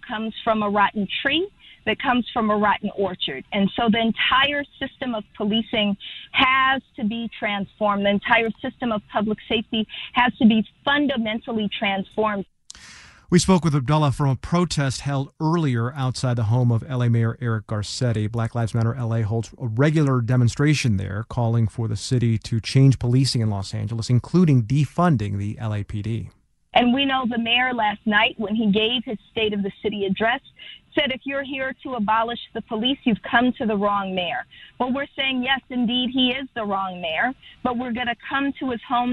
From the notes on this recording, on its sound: Angelenos called in to share their reactions